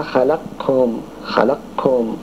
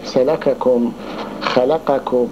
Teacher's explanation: هذا إدغام مخل بإدغام الكاف أو القاف في الكاف · Shown in: first take